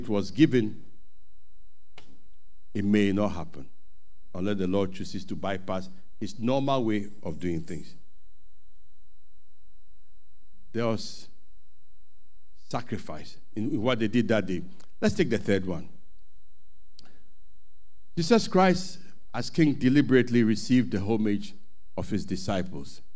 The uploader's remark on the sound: Sermon preached at CBC